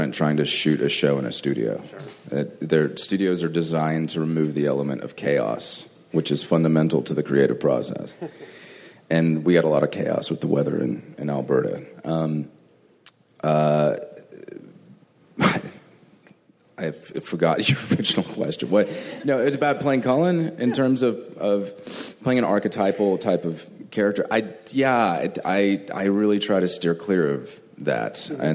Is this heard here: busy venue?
yes